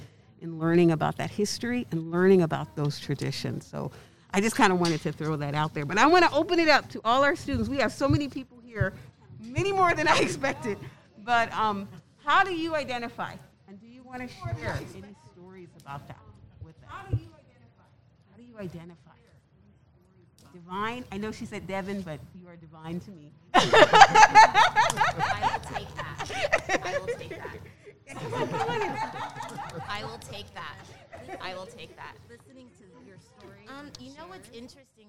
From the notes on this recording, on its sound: We recorded this session in-person at out Black History Month Celebration